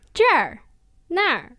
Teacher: don't forget to add that R sound on the end of it